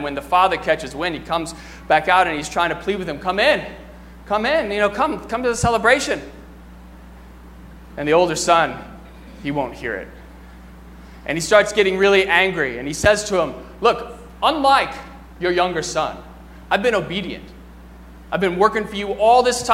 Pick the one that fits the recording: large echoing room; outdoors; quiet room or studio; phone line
large echoing room